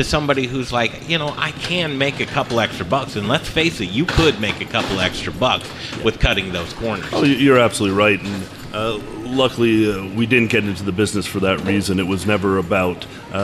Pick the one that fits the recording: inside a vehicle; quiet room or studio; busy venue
busy venue